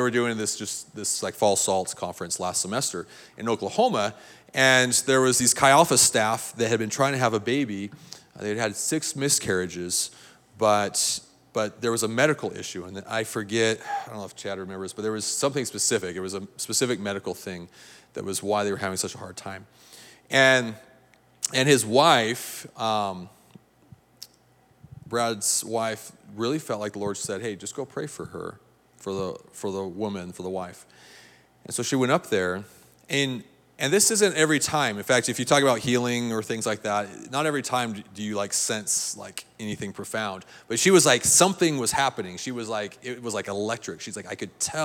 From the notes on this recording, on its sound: This is a recording of CSU Chi Alpha's Outpost service